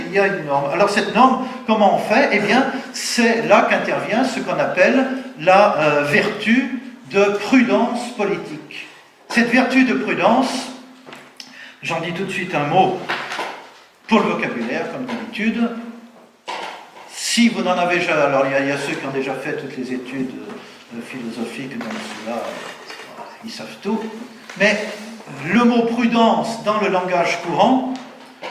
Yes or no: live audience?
yes